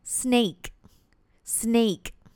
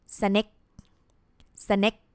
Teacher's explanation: the ending sound is short, is short, cut, and unreleased · Shown in: second take